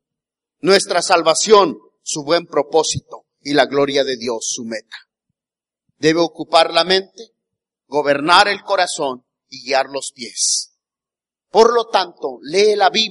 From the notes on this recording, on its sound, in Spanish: Grabada el día 19 de Agosto del 2018 en la Iglesia Bautista el Cristo.